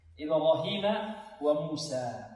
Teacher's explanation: والراء مضخمة لأنها مفتوحة